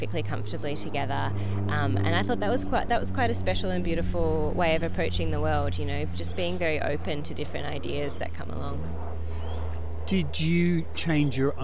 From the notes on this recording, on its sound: In a park in Thebarton (South Australia) to have a chat and perform some tunes from the latest release for radionotes.